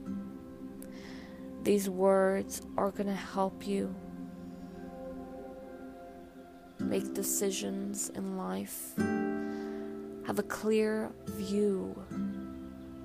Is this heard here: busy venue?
no